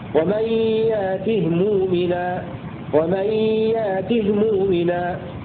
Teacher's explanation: أولا روى بإسكان الهاء المرموز له بالياء وهو السوسي